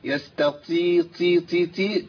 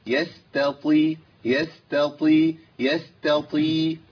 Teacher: الهمس لا يتحقق في مخرج الطاء · Shown in: second take